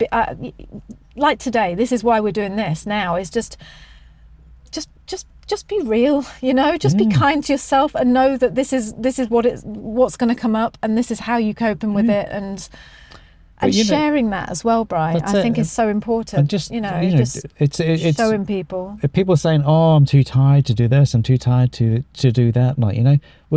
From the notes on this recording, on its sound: We drove back from Italy, over the French Alpes and are now sitting in our car outside an Airbnb in Calais making this podcast for you.